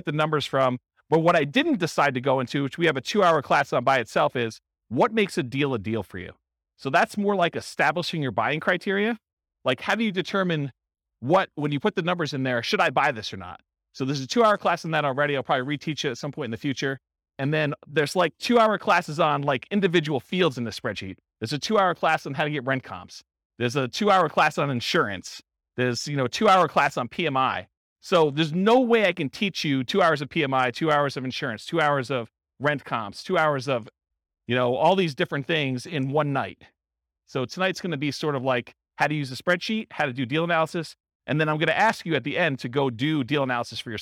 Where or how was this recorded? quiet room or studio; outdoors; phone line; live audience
live audience